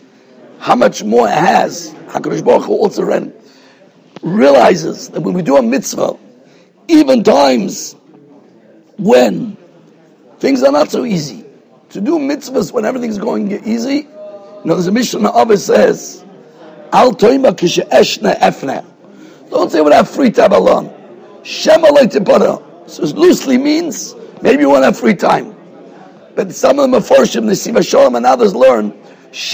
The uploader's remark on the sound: Shiur recorded in Yeshivas Ohr Reuven, Monsey, NY.